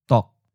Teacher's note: Fourth tone, mid stop